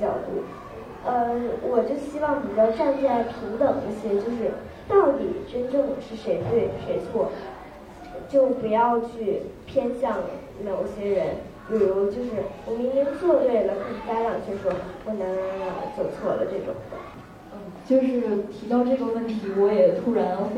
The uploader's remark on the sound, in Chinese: 是她在抓马中心的东广场的一次分享录音